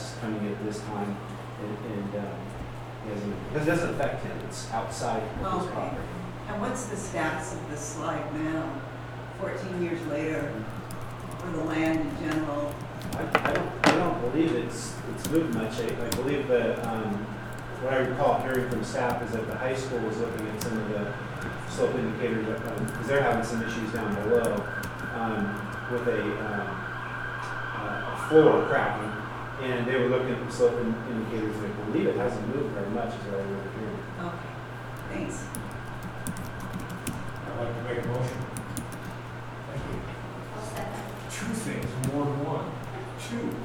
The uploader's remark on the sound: Live recording of Astoria City Council meeting, August 5, 2019